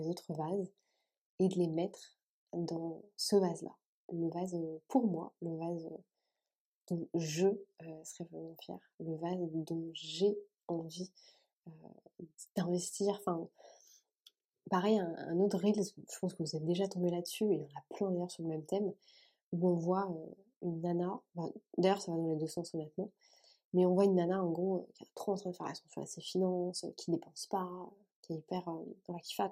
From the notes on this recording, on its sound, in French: Petit problème de son, mais ça me semble consommable